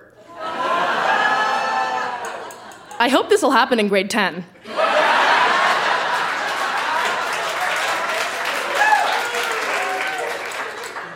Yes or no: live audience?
yes